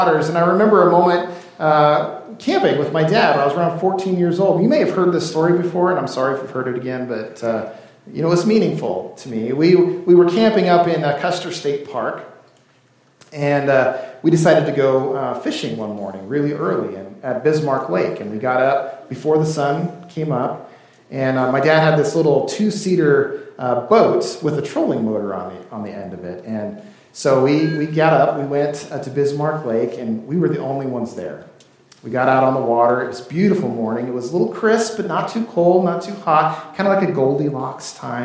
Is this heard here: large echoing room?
yes